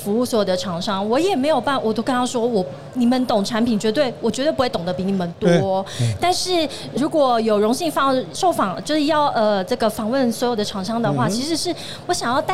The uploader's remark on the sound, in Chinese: 2022 Medical Taiwan台灣國際醫療暨健康照護展 -Live Podcast